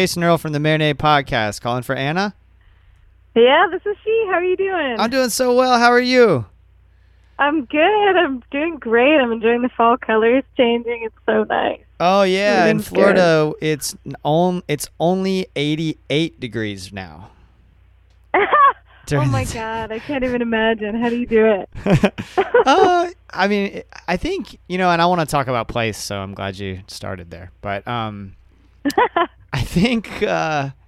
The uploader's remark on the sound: by phone